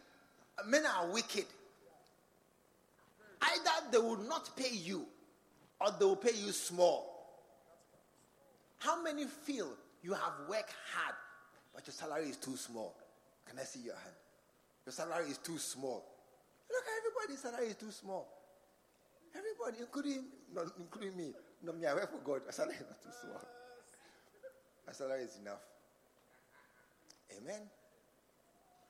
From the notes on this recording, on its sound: Preached at the True Vine Cathedral